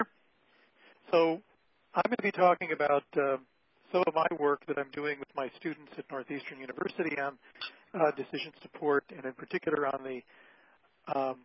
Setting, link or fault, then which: link, phone line